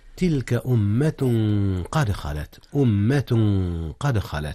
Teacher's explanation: أمة قد خلت، جاء الإخفاء هنا يا أستاذنا. أخفي التنوين في أمة قبل القاف